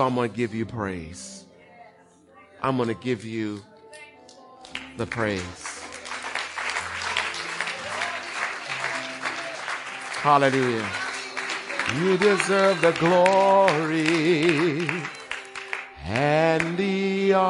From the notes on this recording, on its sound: Recorded on 20160417 at the 08:30am Service